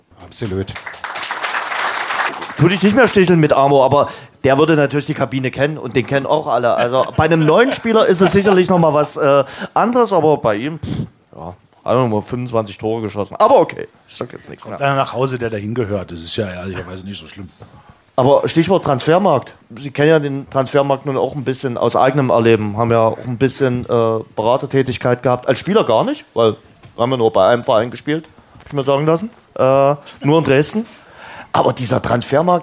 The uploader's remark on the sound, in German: Der Live-Talk aus dem Luisenhof. Hatten wir das Vergnügen, zum vierten Mal einen Livetalk mit Publikum zu veranstalten.